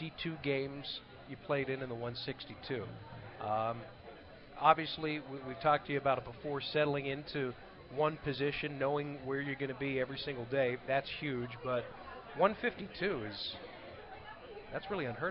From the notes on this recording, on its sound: LIVE from PiratesFest on Friday night at PNC Park